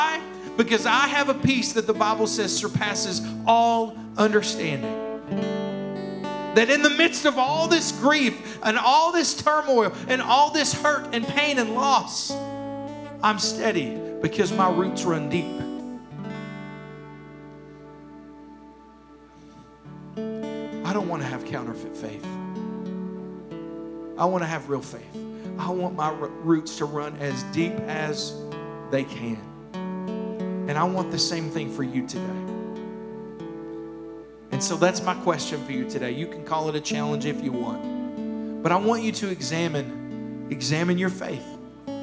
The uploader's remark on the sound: Here is a rebroadcast of our service from June 20th, 2021